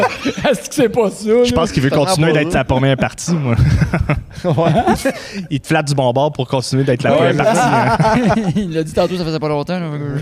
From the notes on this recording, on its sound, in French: Nous avons enregistré l'épisode au Théâtre des Esker d'Amos.